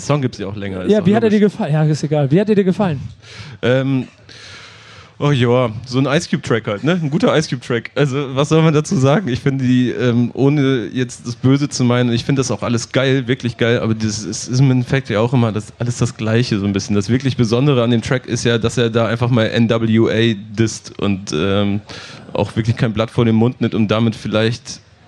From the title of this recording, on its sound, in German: Der BACKSPIN Stammtisch live vom Splash! 22